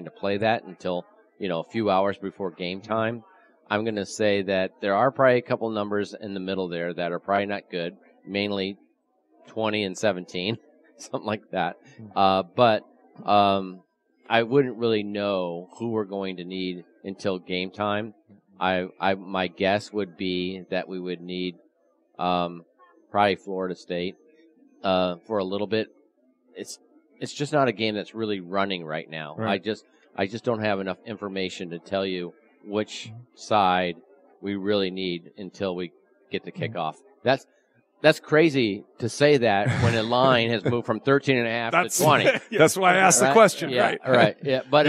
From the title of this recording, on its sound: Live from the Super Book at Westgate Las Vegas